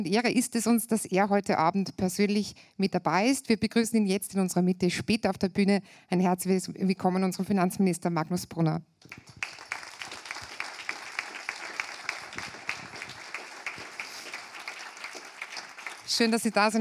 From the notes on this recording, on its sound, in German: Der aktuelle KSW Upcast ist eine Live-Aufzeichnung des KSW Frühjahrsempfang 2023.